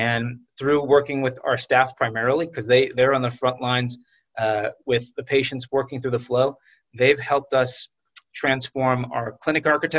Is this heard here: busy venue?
no